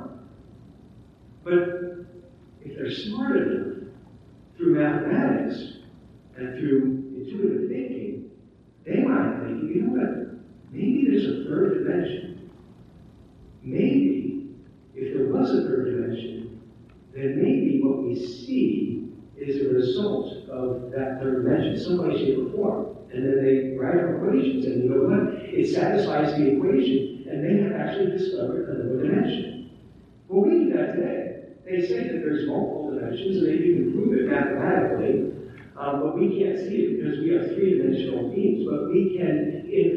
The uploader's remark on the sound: Recorded at the Middle Tennessee Cyber Conference. We had technical issues with the primary video and audio recording so this recording is not quite up to our standards.